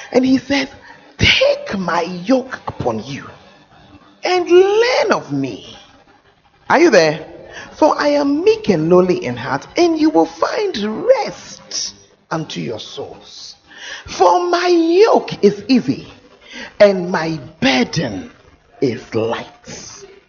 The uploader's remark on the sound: Preached at the First Love Center, Ayeduase